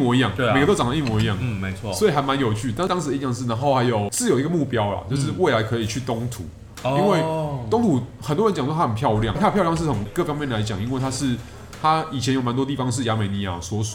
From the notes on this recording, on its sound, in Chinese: 本集白噪音指數：蚊風級 1/5。錄音地點：登陸土星土耳其咖啡永康店。